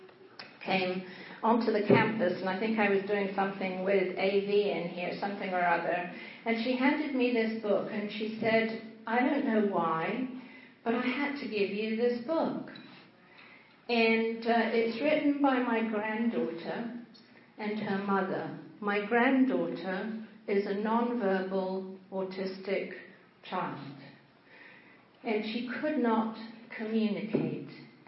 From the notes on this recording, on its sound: Sermons preached at Church of the Good Shepherd, Maitland, Florida